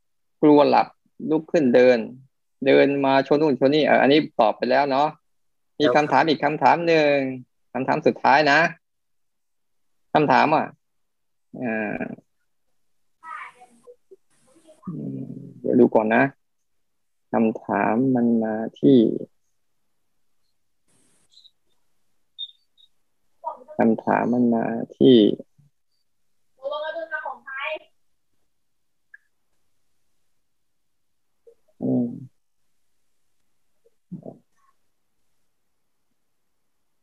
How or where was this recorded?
video call